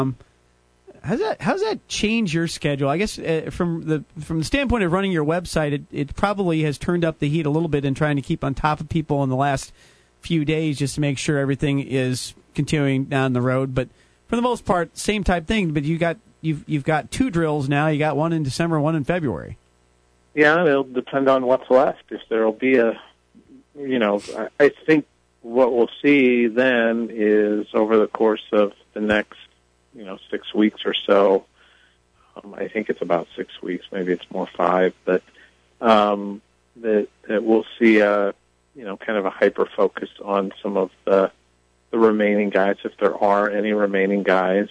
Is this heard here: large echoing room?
no